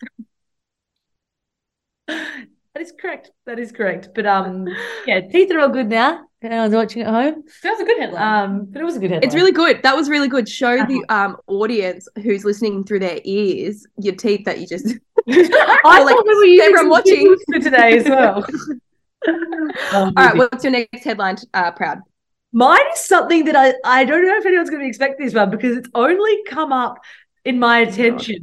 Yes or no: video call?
yes